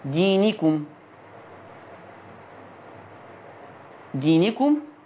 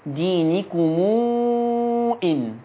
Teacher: فيها صلة الميم بمقدار الإشباع ست حركات